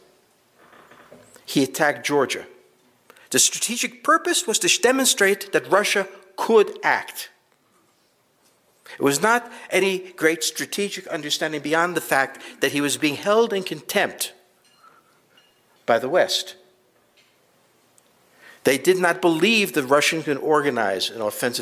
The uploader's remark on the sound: The second clip is a live lecture.